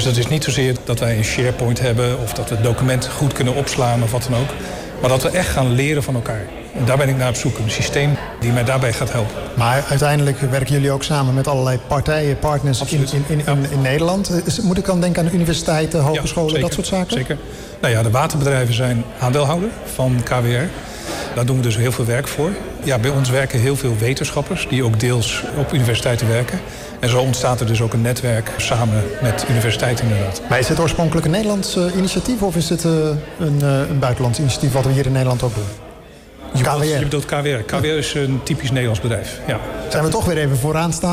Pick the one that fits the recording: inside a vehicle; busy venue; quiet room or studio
busy venue